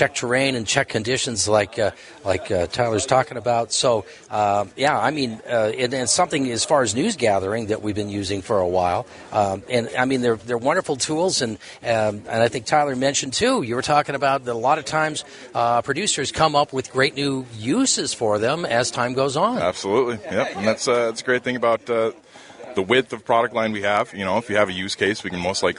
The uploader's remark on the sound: Voices of Montana LIVE from the MATE Show